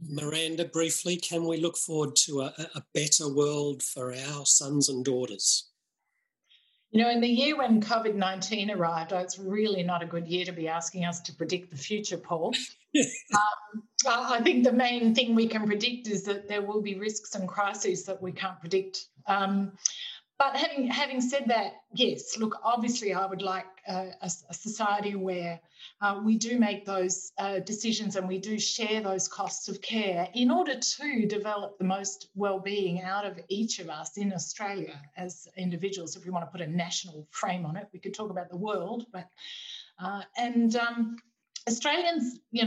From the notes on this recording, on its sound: Webinar recording.